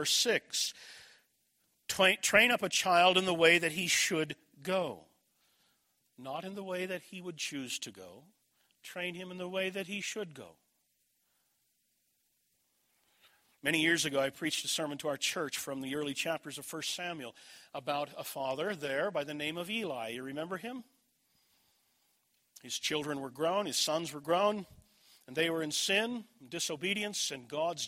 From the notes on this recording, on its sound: This message was delivered at Desert Springs Church, Albuquerque, NM, June 24, 2011.